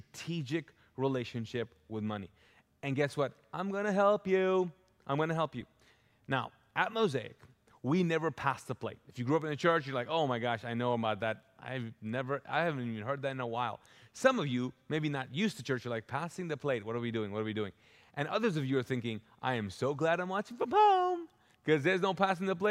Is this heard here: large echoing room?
yes